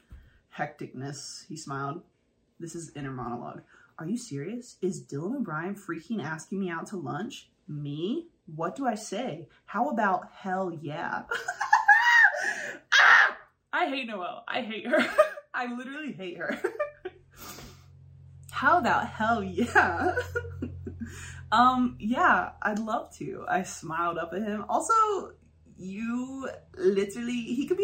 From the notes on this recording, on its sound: I did have some audio issues so ended up using the video audio.